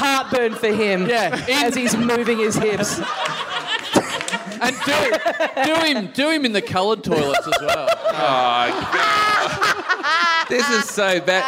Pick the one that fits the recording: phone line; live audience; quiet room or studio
live audience